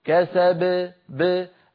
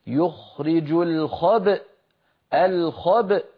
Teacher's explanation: هناك فرق، لما نقف على يخرج الخبأ هنا يوجد همزة بعد الباء المقلقلة فنقول يخرج الخبأ، اسمعوني جيدا، يخرج الخبأ فنقلقل الباء ونتبعها بهمزة، بينما هنا كسب ما أغنى عنه ماله وما كسب كسب ب، آخر صوت مسموع هو تباعد الشفتين كسب، أما الخب تباعدت الشفتان وتلاها التصاق الوترين وتصادم الوترين الصوتيين بمعنى خروج همزة ساكنة، فلينتبه إلى هذا.